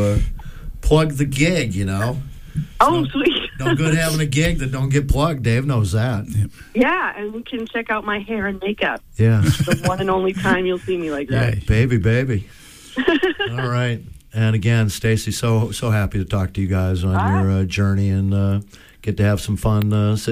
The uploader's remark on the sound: By phone doing the loop.